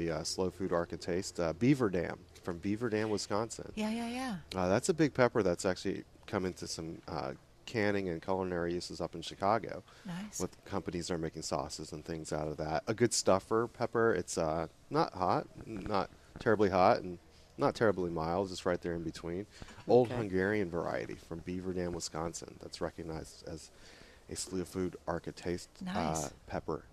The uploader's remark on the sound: Live at Prairie Gardens